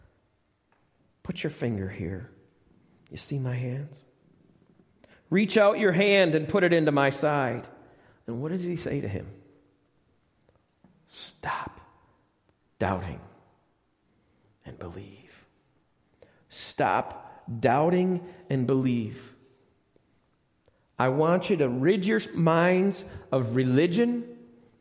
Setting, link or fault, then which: setting, large echoing room